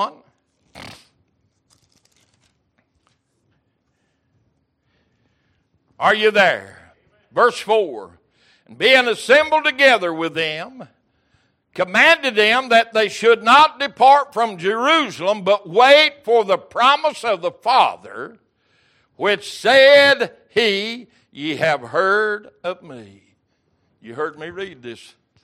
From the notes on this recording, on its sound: Recorded January 11, 2023 - Wednesday Evening Service